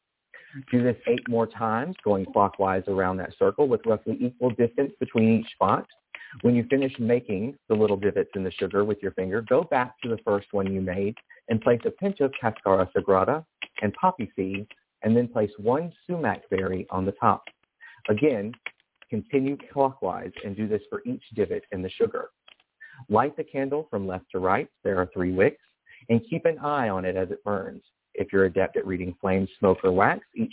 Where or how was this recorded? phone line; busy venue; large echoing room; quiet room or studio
phone line